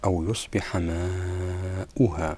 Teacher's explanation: هذا المد هو مد متصل باعتبار الألف جاء بعده الهمزة في كلمة واحدة